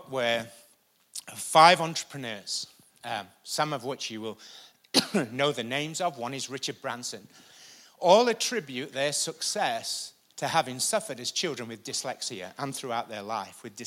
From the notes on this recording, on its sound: Recorded live at the Chesterfield Campus this is the message from the morning service on the 26th May 19.